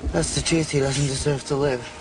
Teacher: Yeah, especially it was very, very hushed. Very breathy, had that whisper to it.